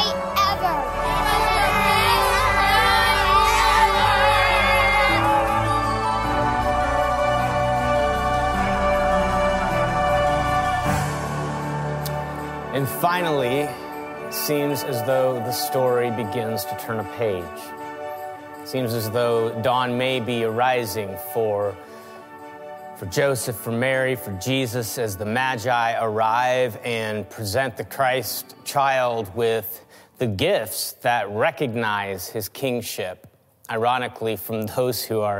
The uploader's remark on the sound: Christmas Eve 2020 (Audio Edition). Check out the audio edition of our 2020 Christmas Eve service!